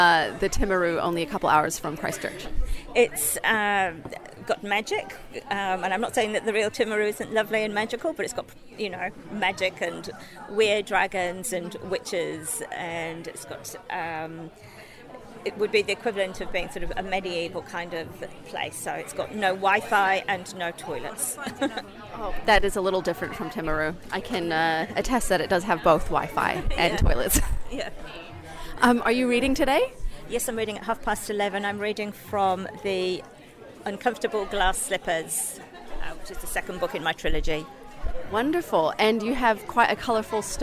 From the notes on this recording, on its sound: Tamariki Book Festival - Festival Day. A snapshot of the events and performances at the Tamariki book Festival 2020.